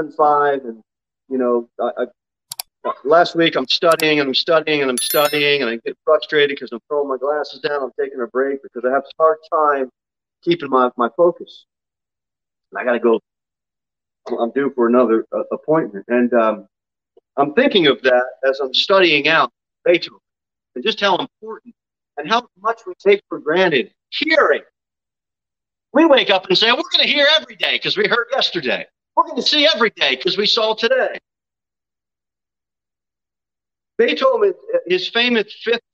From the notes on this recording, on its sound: Sermon delivered at Pilgrim Baptist Church on Sunday, August 14, 2022 at 11:15 am. Jere Whitson Rd. Pilgrim Baptist Church is a bible-believing, independent Baptist church.